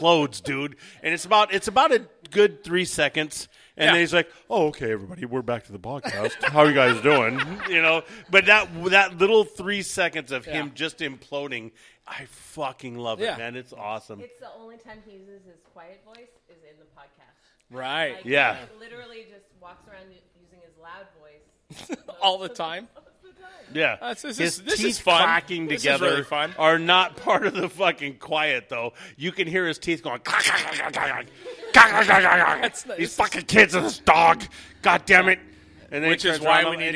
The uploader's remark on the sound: was recorded live in front of an audience